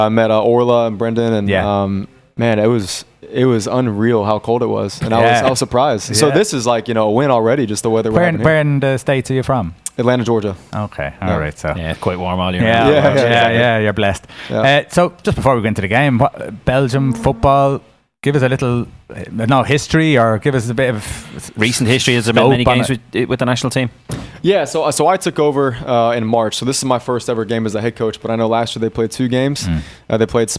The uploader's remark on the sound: We were live from Navan rugby club for the International match between the Irish Wolfhounds vs Belgian Barbarians. Interviews with Players, coaches and fans from both sides.